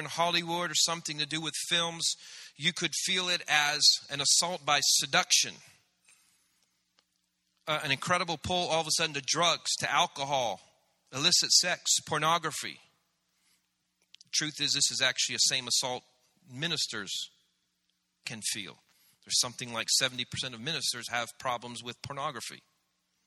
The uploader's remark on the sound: This series was recorded around 10 years ago at Daystar Atlanta